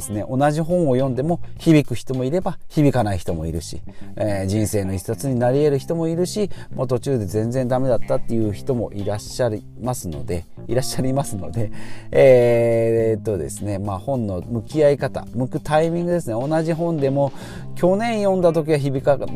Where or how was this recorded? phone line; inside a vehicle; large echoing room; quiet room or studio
inside a vehicle